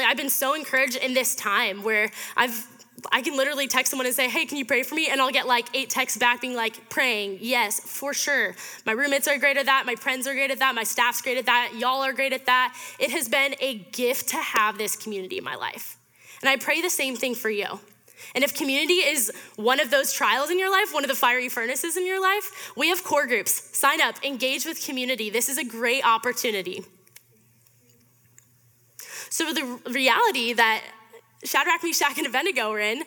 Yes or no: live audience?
yes